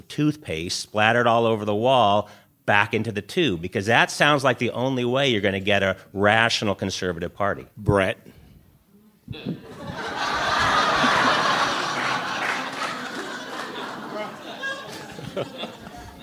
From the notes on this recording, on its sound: Live from TribFest.